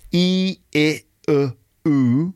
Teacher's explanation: And you notice, if you can see me doing this, that my mouth goes from wide, sort of like the position of my lips starts wide and goes forward where the lips are brought together in a sort of a like little circle, like a pout